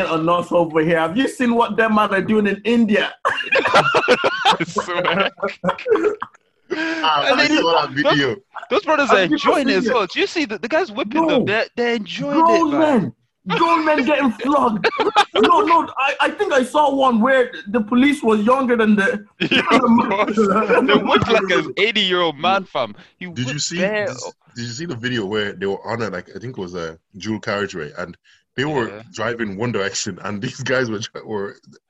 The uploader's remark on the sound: We bring you an episode over Zoom.